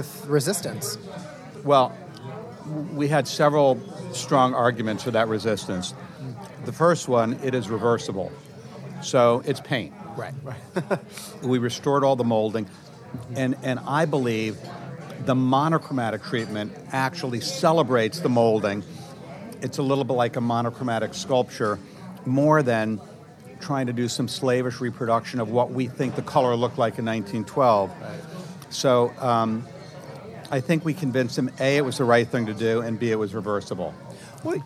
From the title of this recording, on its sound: Live from Orso